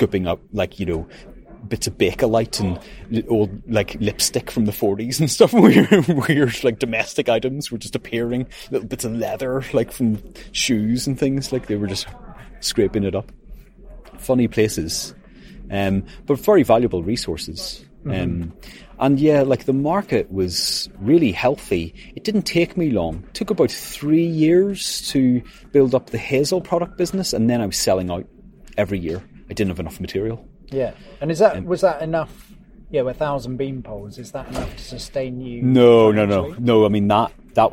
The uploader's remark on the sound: recorded at the woodland pioneers event